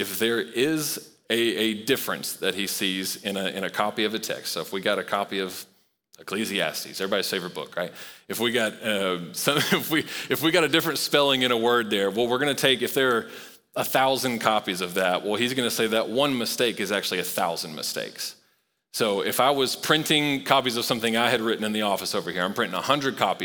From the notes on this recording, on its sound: Recorded live at Long Hollow Church on October 24, 2023.